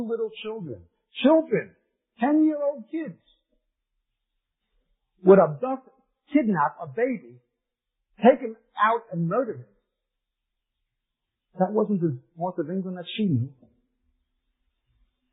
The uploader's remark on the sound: We apologize for the quality of this recording. It was from the 1990's to 2000's when audio recording was not as good as it is today.